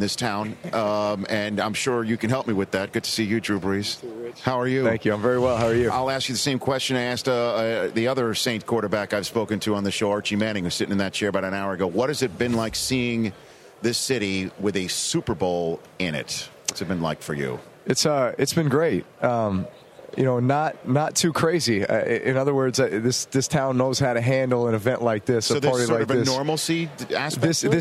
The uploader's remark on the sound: Best of Radio Row at Super Bowl XLVII.